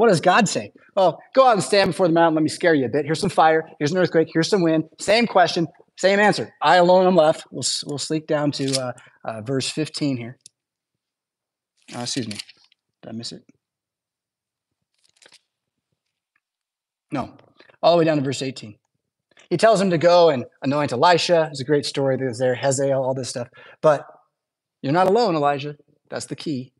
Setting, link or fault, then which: setting, large echoing room